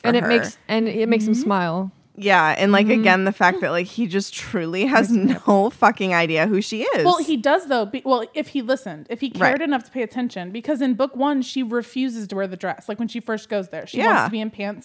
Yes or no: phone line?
no